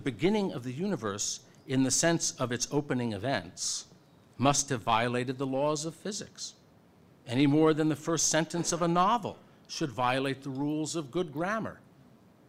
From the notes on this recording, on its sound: At Franciscan University. Speaks before a full house at the Science and Faith conference.